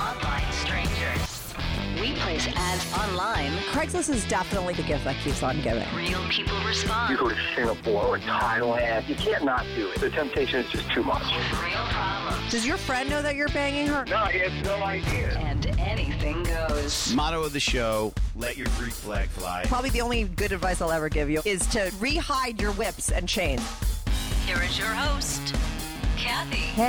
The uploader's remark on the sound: she called in tot talk all about it